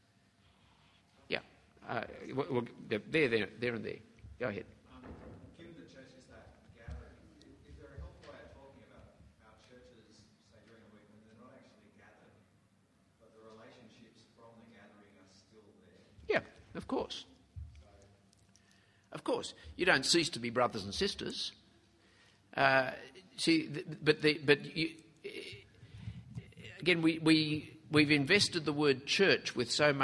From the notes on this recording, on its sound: At the annual conference for the Fellowship of Independent Evangelical Churches.